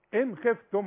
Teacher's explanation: النون لا تغني اللي عليها السكون ابدا، وبالذات اللي بعدها حرف من حروف الاظهار الخاء